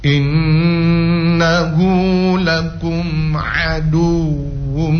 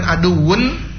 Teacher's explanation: Ah, tapi sambil berdengung ya. Jadi melebur sambil berdengung gitu. Dengungannya itu minimal 2 harokat gitu. · Shown in: first take · Term: Idgham bi gunna